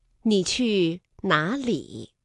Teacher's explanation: 里是上声字，那么放在句尾呢，依然读上声字